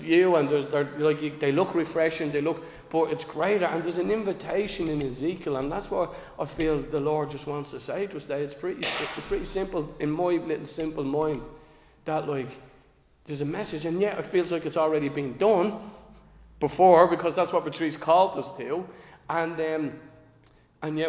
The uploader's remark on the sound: Recorded live in Liberty Church on 18 June 2023